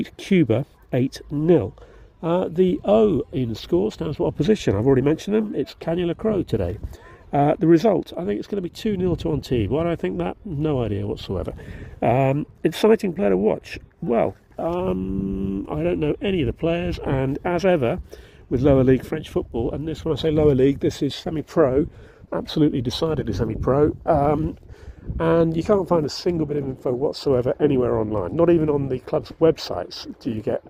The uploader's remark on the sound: was recorded at the Stade Fort Carré on 18 February 2024.